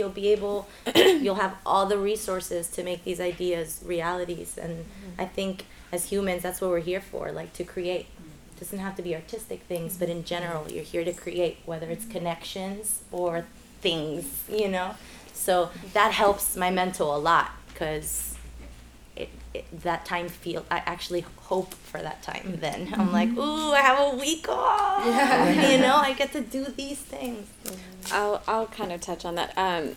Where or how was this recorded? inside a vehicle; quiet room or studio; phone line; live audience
live audience